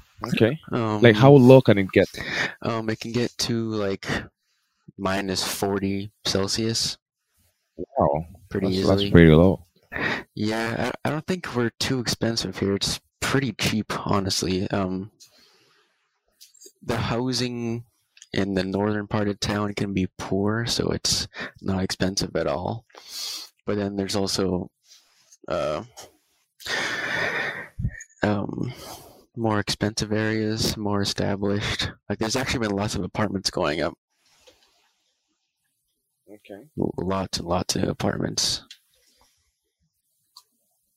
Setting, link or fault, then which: fault, distortion